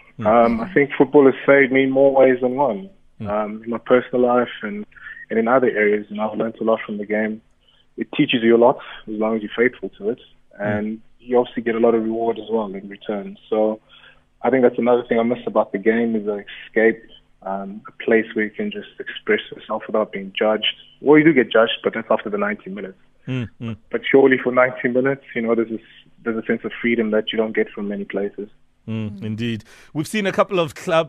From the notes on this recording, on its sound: PHONE INTERVIEW